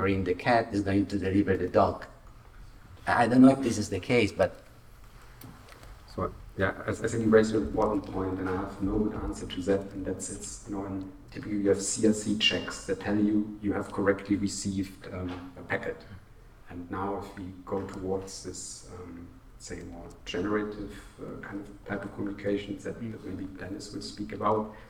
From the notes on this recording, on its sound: Live Podcast. A live recording from the Wireless Future Symposium. A panel of experts answered questions that we received on social media.